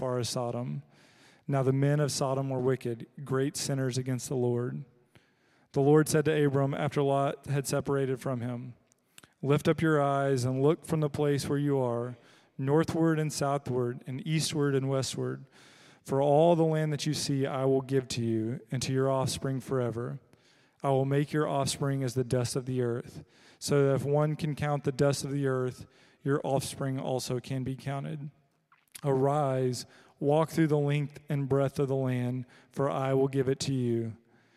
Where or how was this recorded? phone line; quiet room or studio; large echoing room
large echoing room